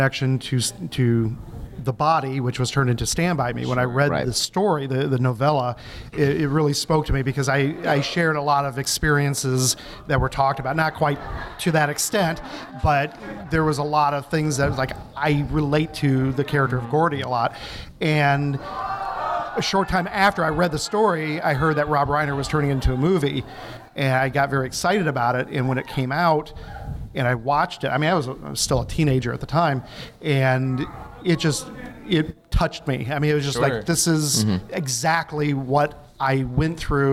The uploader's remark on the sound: Stephen King Film and TV Adaptations Panel. Answer questions from the audience!